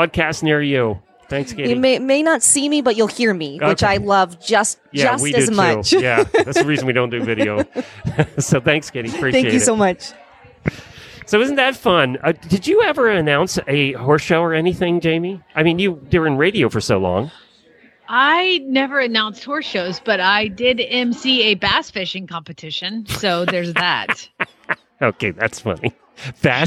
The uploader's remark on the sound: Live from AHP in Dallas. Live at the American Horse Publications with a bunch of fascinating guests from the equestrian media.